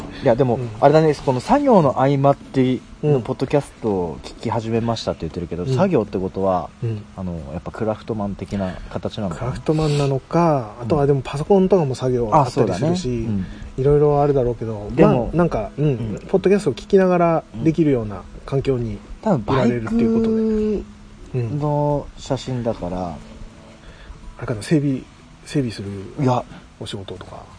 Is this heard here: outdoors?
yes